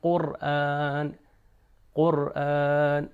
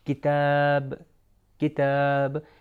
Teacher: قاف جو ہے وہ نرم والے حصے سے ہے اوپر، اور کاف یعنی کتاب والا جو ہے وہ ہے سخت حصے سے